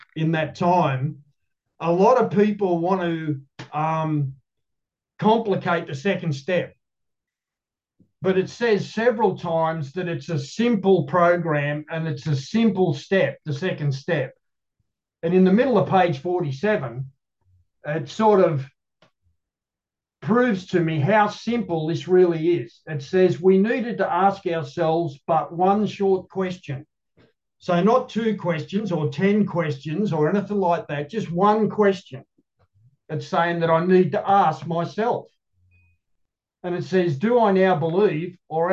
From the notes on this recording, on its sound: The Grace Group Zoom Series in Hattiesburg, MS.